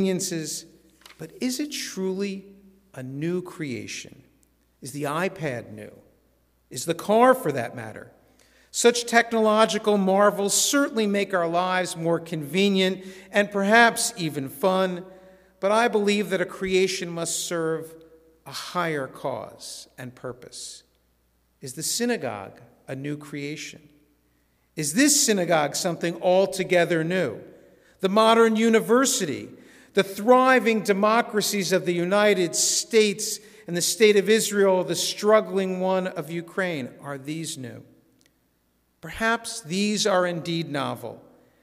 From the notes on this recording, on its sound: This sermon was recorded in our synagogue's sanctuary at Shabbat evening services.